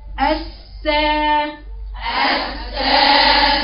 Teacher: دي الإمالة يا بنات، إن الحرف بيميل قدام عند الياء